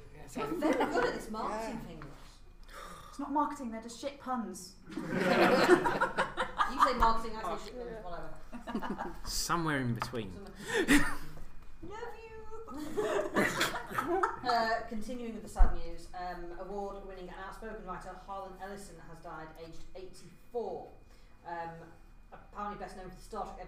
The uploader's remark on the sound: Live at Edge Lit 2018